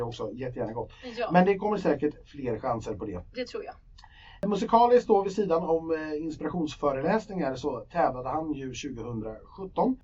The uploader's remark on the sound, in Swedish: Denna vecka har vår inspelning drabbats av ett missöde och ljudkvalitén på avsnitt och. Tekniken är inte på vår sida.